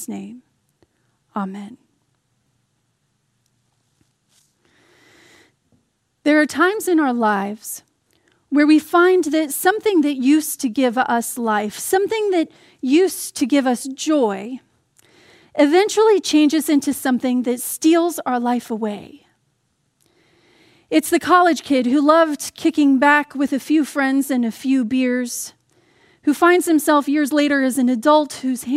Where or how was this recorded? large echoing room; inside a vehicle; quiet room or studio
large echoing room